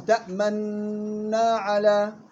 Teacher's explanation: اثنين الإشمام إدغام النون الأولى في الثانية متماثلين كبير مع الإشارة بالشفتين على شكل الضم أثناء النطق بالنون. تأمننا على الغنة المشددة في النون نعطيها حركتين، الحركة الأولى عادي مع الحركة الثانية بضم الشفايف إلى الأمام. تأمننا على، وهو وجه الصحيح غير المقدم.